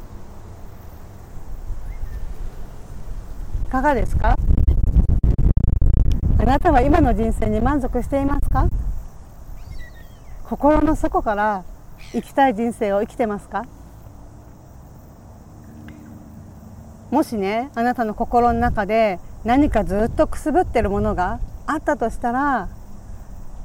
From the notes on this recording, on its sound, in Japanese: 強風で、途中、風の音で音声が悪くなってしまい、すいません